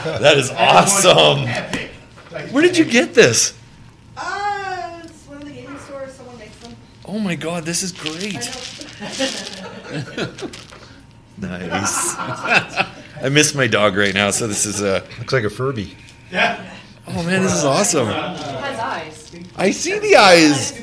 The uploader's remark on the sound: Live From Keycon